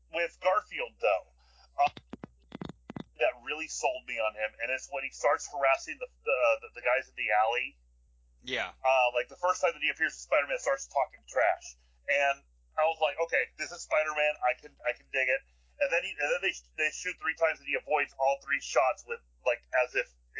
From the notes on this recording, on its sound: There are technical difficulties throughout.